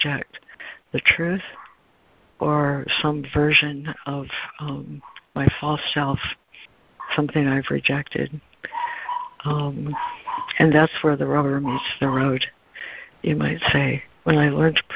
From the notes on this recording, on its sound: ACIM Daily Conference Call